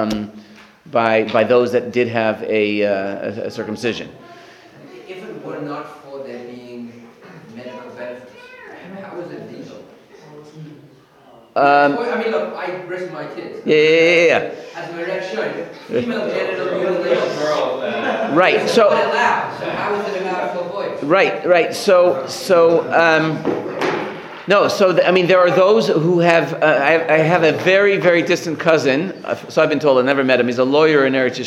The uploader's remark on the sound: Recorded live at The Torah Center ATL on January 21, 2024